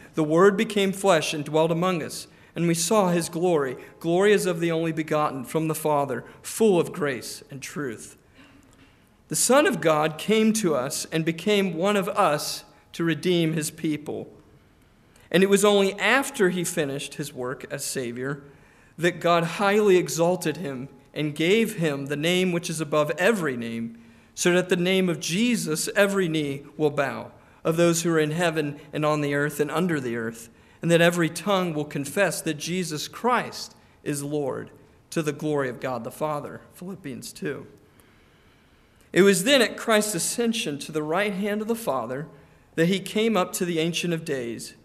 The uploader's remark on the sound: Preached on July 9, 2023 (evening) at Trinity Presbyterian Church ( Evangel Presbytery ) in Spartanburg, SC.